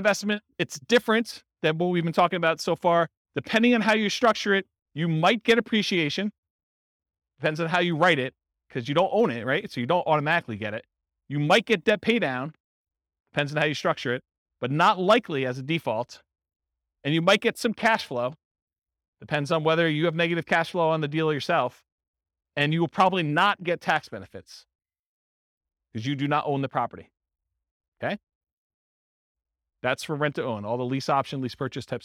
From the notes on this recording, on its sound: This was a live class recorded.